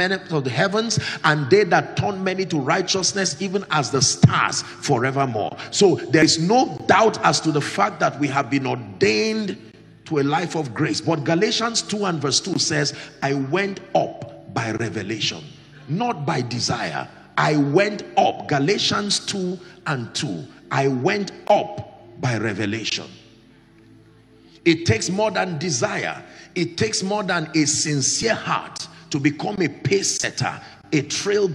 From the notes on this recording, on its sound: Accelerate Conference 2023 ||The Elevation Church|Lagos-Nigeria